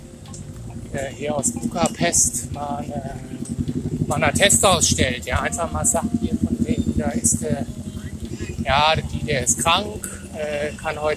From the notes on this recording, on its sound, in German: Heute wieder live vom Ballermann in Budapest am Vierwaldstätter See.